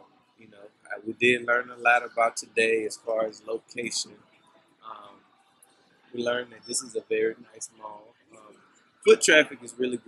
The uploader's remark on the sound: This week's episode is our first on location episode. We recorded this week's episode at the Carolina Place Mall in Pinville, NC. This was also our first Pop up shop and we chose to record an episode to help pass the time.